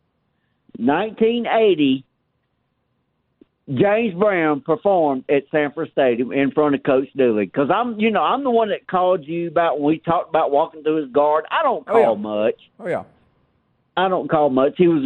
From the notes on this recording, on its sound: an hour of your phone calls